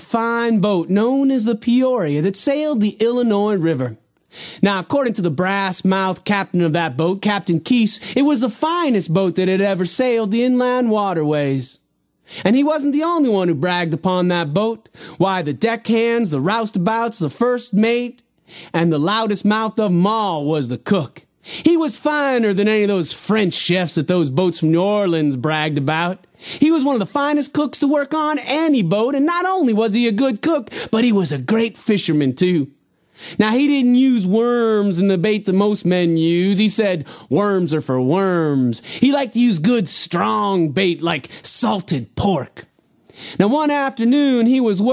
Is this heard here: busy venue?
no